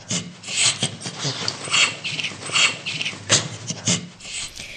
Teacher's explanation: Das ist im Gegensatz zum menschlichen Lachen noch stimmlos. Also das ist ein gehauchtes Kichern und hat noch sehr, sehr wenig tonale Elemente wie das menschliche Lachen.